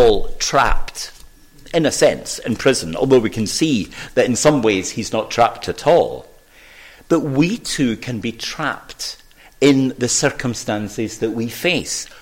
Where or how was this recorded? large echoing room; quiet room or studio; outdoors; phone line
large echoing room